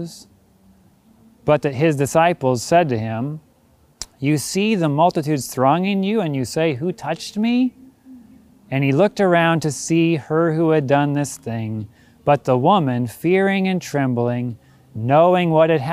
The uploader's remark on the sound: This sermon was recorded at Middle East University Church.